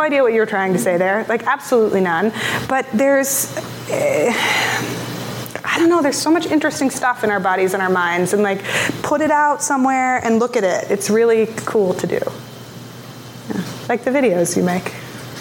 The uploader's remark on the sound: Unmistakable Creative Live from NYC. The Unmistakable Podcast was recorded live in front of an audience in New York City!